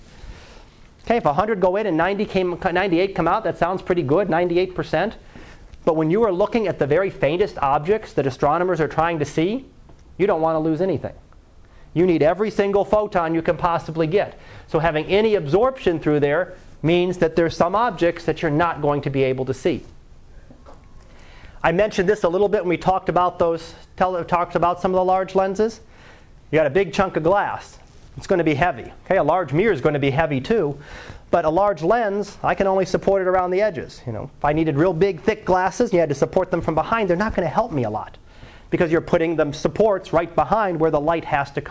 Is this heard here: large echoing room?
yes